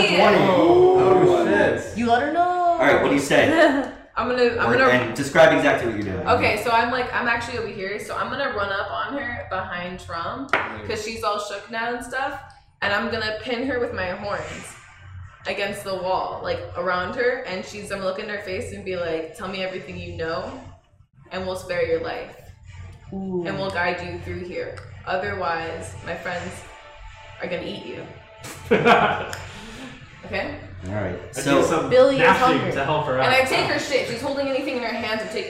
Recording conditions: poor sound quality